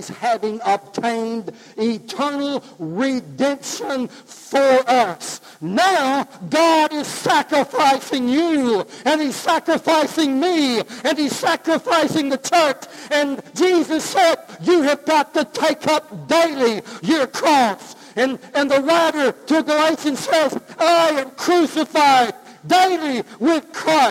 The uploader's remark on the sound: God's Offering (live service).